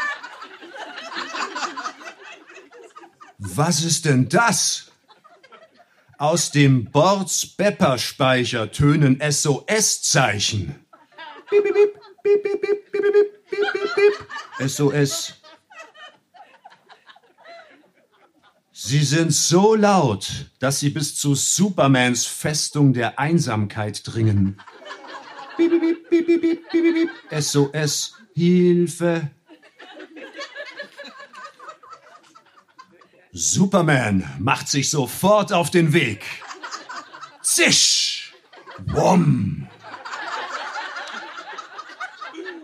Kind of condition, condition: setting, live audience